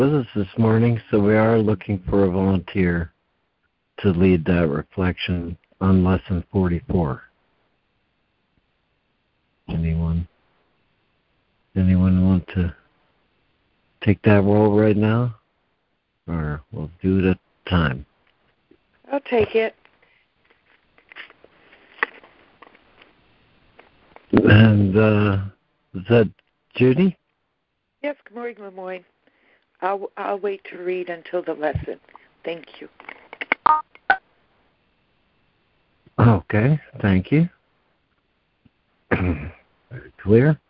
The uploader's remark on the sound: ACIM Daily Conference Call.